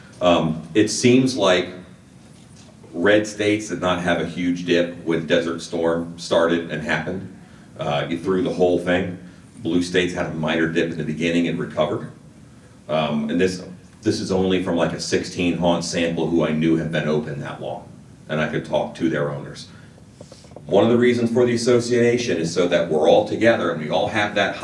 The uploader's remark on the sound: This Q&A session was recorded live at Transworld immediately following the 2022 State of the Industry Presentation.